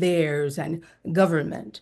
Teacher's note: So he has a lot of really robust R sounds, and you hear that in theirs and government.